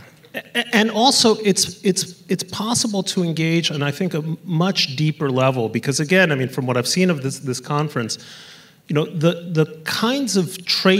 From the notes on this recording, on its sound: on stage at the 2023 Aspen Ideas: Climate event in Miami Beach